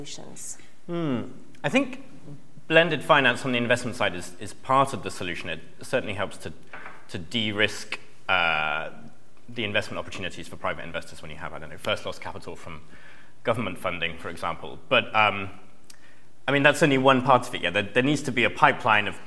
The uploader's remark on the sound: On this live podcast recording of Talking Cop.